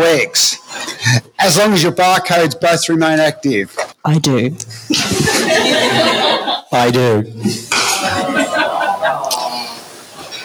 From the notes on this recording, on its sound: The adventurers bring you their live recording of palm (parkrun adventurers listener meetup) 2022 from the Hurricanes Café at Bellerive parkrun in Tasmania.